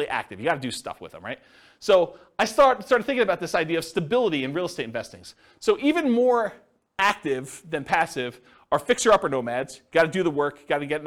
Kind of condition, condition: setting, live audience